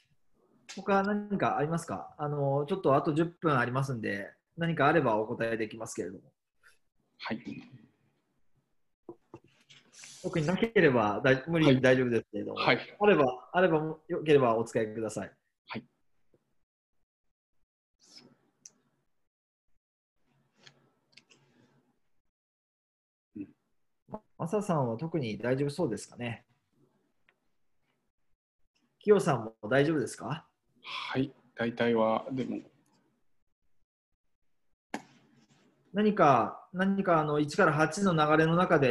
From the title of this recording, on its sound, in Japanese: zoomセミナー